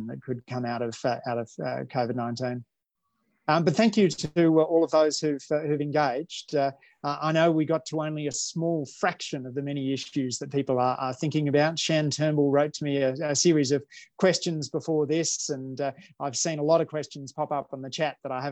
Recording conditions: video call